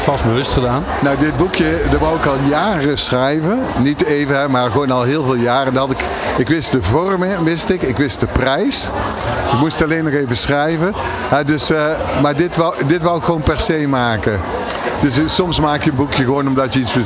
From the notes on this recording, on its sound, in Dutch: Live vanaf C-day23 in Spant! New Business Radio deed live-verslag vanaf C-day23 in Spant!.